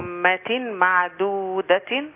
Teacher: عندي غنتين، غنة على الميم المشددة الأولى، غنة على الميم المشددة الثانية